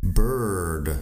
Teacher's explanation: Bird tiene un sonido que no es ni e, ni u, ni i, es e.